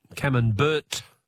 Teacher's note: But we don't pronounce the T. · Term: silent T